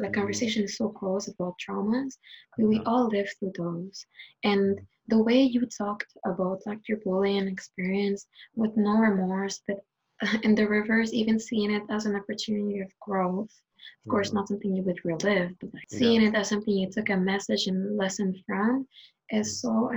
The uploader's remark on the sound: This episode was recorded over zoom. Please bear with us for the sound quality of this one!